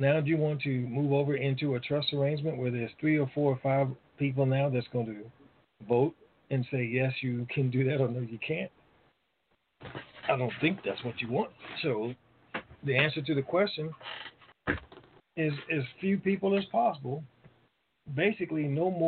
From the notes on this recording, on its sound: TNTSuperfantastic Conference Call